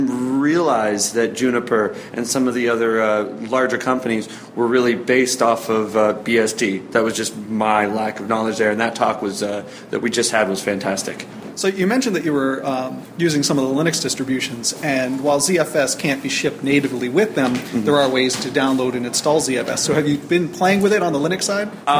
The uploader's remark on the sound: NYCBSDCon 2014 was great, and I recorded a series of voices from the attendees.